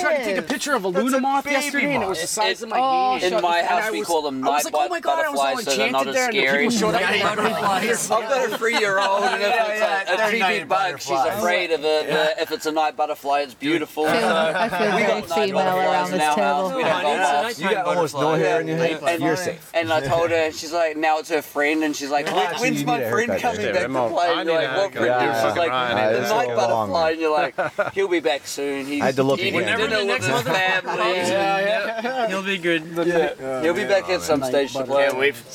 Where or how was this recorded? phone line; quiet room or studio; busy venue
busy venue